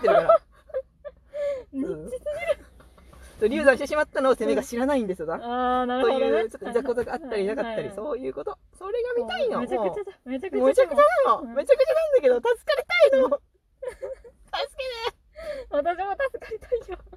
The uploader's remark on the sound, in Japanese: From Radiotalk。車の中で喋って苦しんでいます。